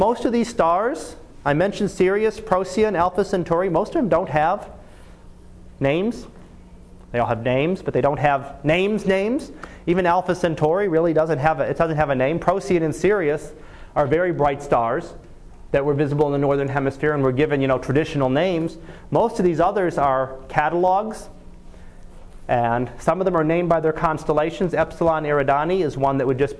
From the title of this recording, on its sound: Live Class Lecture